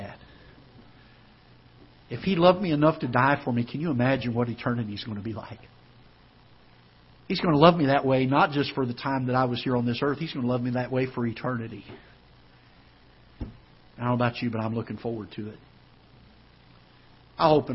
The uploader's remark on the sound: Ketha Heights Baptist Church ~ Live Broadcast